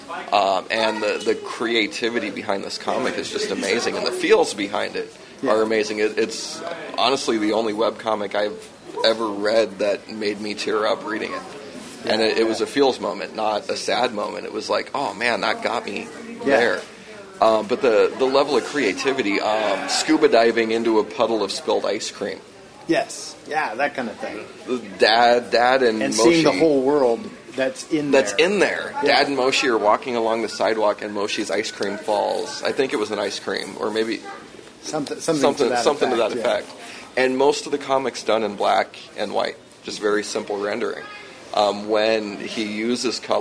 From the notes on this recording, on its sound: OSFest 7 Special. Wild, impromptu hallway podcast session.